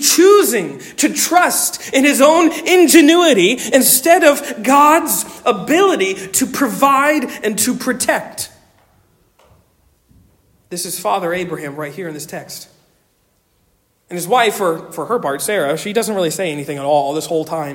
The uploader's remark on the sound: Originally delivered on 26 November 2023 at Stonington Baptist Church, Paxinos, PA. Originally delivered on 26 November 2023 at Stonington Baptist Church, Paxinos, PA.